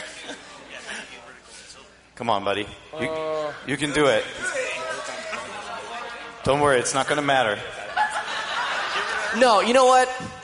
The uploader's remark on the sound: Live at PAX